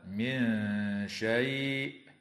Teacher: وتخفى النون الساكنة عند الشين مع الغنة مرققة